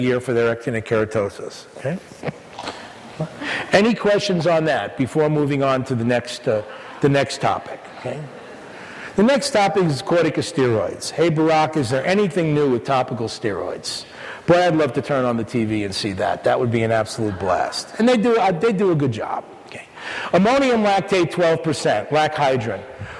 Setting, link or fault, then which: setting, live audience